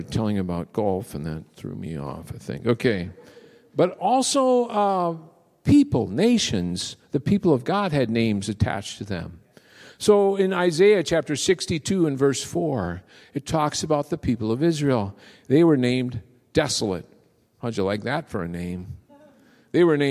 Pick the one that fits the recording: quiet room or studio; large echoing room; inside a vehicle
large echoing room